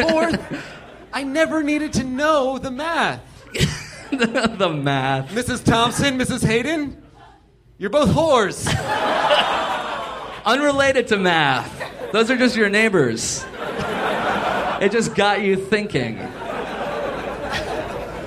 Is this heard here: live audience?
yes